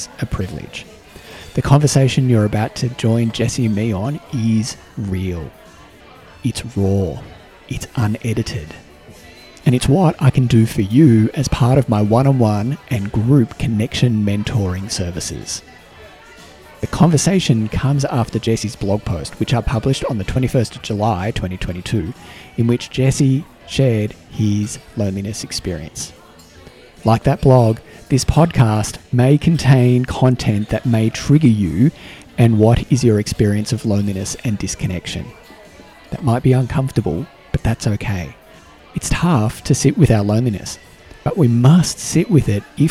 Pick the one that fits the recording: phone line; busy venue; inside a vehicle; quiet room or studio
busy venue